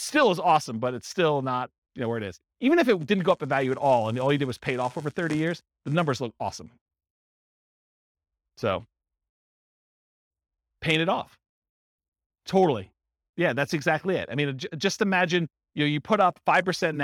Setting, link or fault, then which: setting, live audience